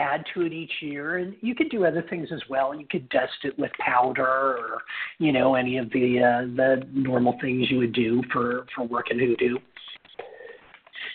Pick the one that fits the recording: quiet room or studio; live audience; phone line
phone line